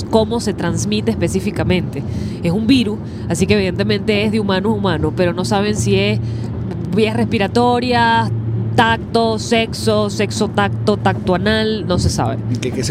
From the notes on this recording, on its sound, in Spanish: un programa grabado directamente desde la via Houston - Dallas